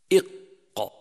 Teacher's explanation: يخرج حرف القاف من أقصى اللسان مع ما يحاذيه من الحنك الأعلى، إق، ومن الحروف اللهوية نسبة إلى اللهات لخروجه عندها. صفات حرف القاف المتضادة: أولا الجهر، فينحبس النفس عند النطق به، إق، خلافا للأحرف المهموسة.